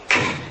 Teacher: With the kaf and ta, we say ik, and we release some breath